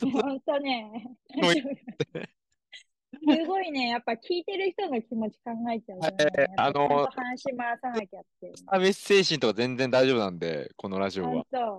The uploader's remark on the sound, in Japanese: zoom録音しました